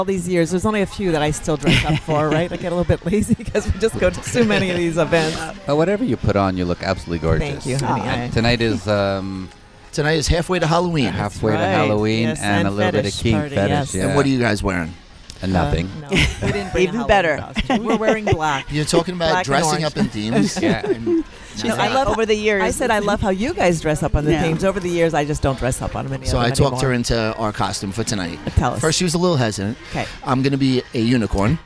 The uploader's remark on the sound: On location from Hedonism II Resort in Jamaica.